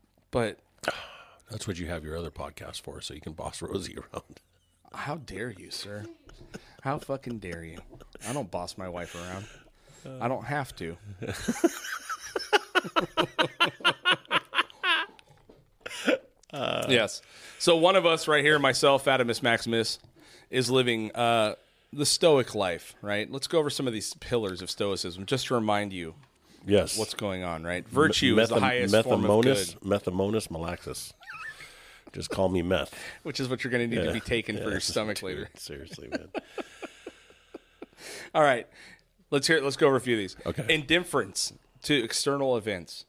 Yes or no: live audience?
no